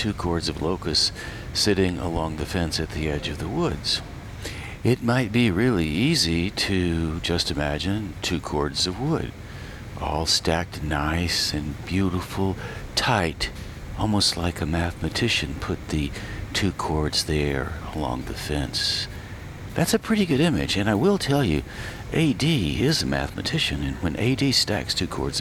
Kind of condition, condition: fault, sounds in the background